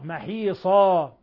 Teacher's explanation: محيصا صاد تفخم والألف تفخم، وتنوين الفتح حالة الوقف عليه يبدل ألفا يسمى مد عوض مقدار حركتين، ولا يجدون عنها محيصا.